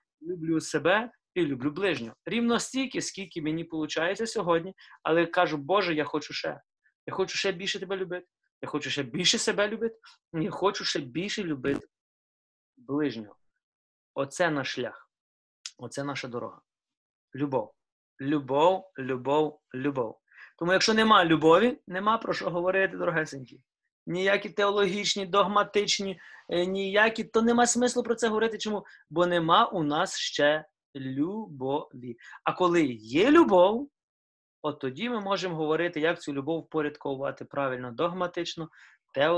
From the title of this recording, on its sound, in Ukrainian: Zoom зустріч